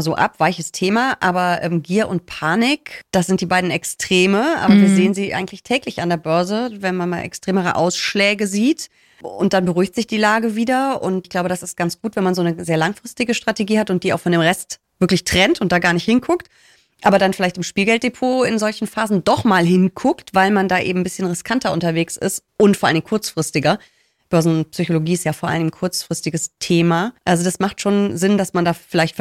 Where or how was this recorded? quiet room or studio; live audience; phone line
quiet room or studio